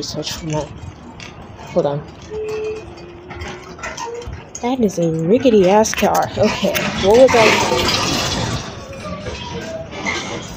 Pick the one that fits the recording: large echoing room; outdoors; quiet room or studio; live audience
outdoors